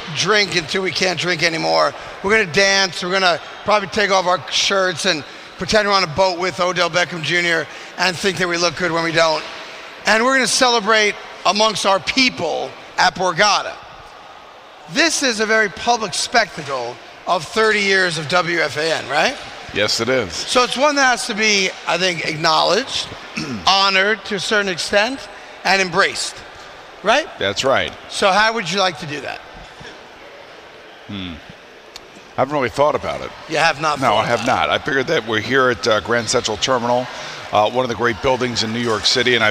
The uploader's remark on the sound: a special show live from Grand Central Terminal